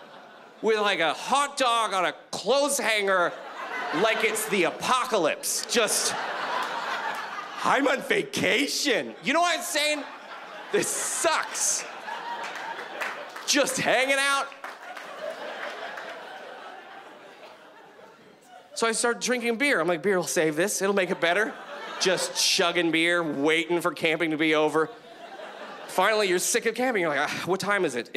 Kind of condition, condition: setting, live audience